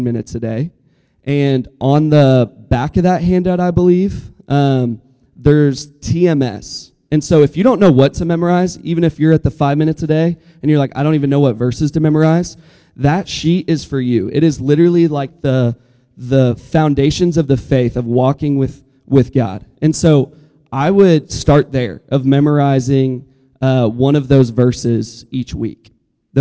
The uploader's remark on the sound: Listen to our live SMC 2024 recording!